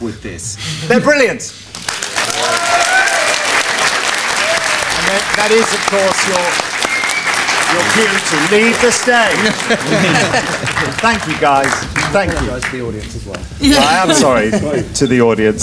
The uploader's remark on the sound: on stage at Big Finish Day 2018 on 3rd November 2018